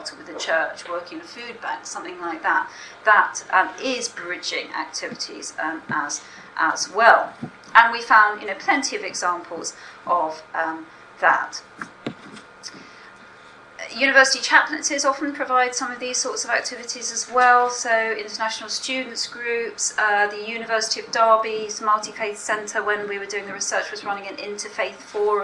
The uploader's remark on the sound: speaks at the SRHE Access and Widening Participation Network event Religion and Belief in Higher Education